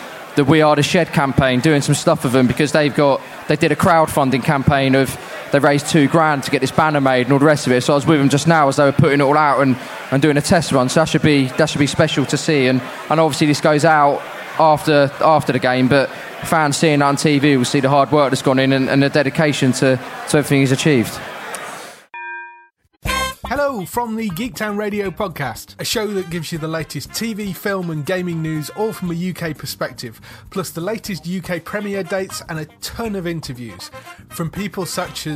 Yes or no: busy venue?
yes